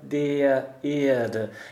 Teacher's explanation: Auch in der gesungenen Sprache singt man der Erde, macht aber nicht der Erde, ja, sondern der Erde. Es geht ja ganz leicht in so eine Mischvokalendung hinein, die in Richtung A geht.